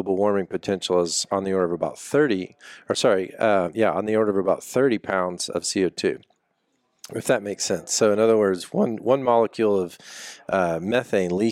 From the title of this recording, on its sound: Live at GSTC